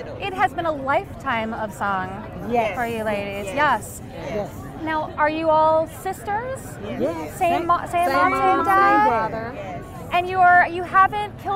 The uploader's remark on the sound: Live from the Red Carpet at the 2018 Americana Honors & Awards Show.